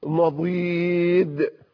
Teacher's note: الضاد أفخم من أفخم الحروف في العربية، وكان سيدنا رسول الله ينطقها من الجانبين بتحريك اللسان، وهو حرف مفخم غاية التفخيم · Term: حرف الضاد